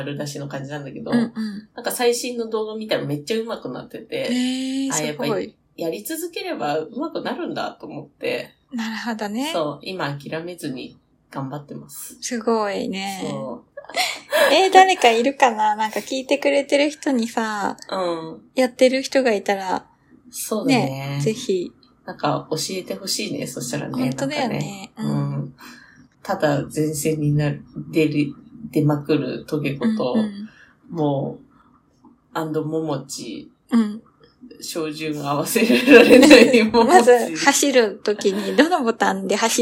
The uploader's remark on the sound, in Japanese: 台風接近中時のため、雑音多めですみません